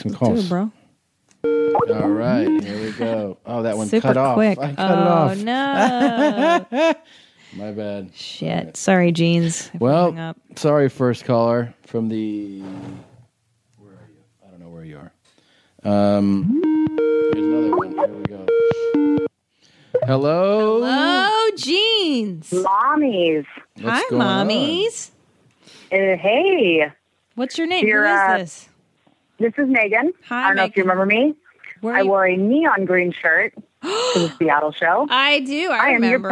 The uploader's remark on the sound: we take your phone calls